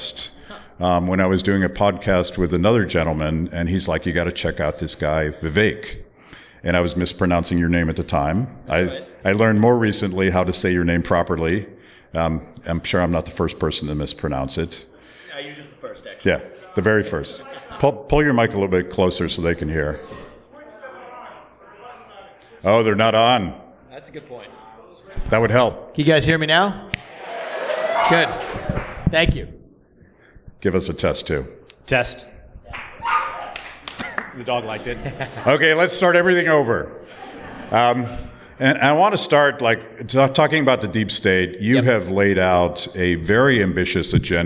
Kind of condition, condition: setting, busy venue